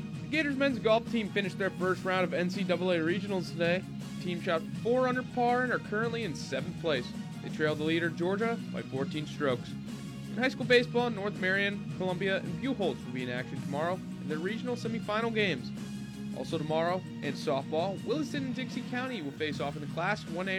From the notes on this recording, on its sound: Joined the show outside of Alumni Hall. Took your calls about the team's recent sucess.